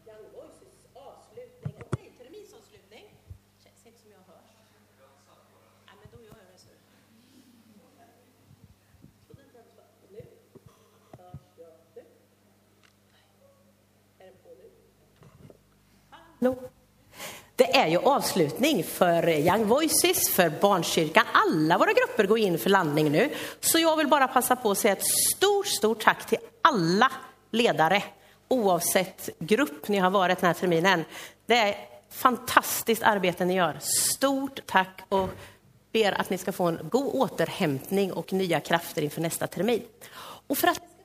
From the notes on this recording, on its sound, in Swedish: Inspelad under gudstjänst i Löfstadkyrkan i Tranås 2023-12-10.